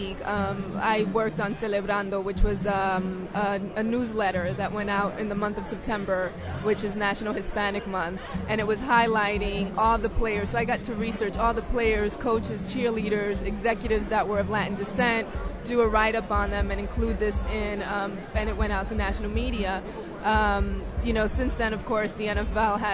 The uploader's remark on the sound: Super bowl 43 Player Network Event (PNE) Live from University of South Florida. Tampa Bay, Florida Super bowl 43 Player Network Event (PNE) Live from University of South Florida.